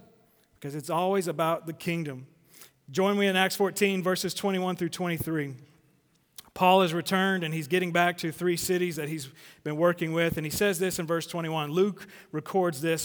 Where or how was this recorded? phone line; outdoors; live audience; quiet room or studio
live audience